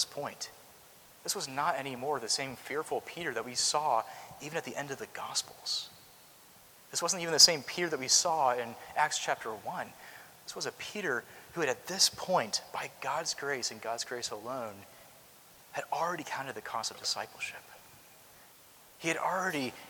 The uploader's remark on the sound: Preached at Christ Covenant Presbyterian Church (Culpeper, VA)